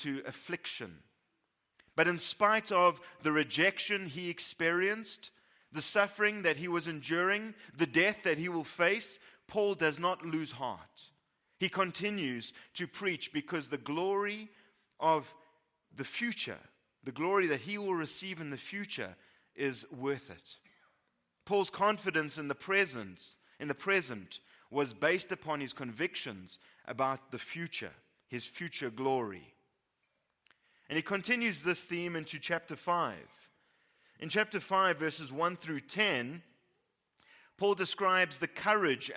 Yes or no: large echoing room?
yes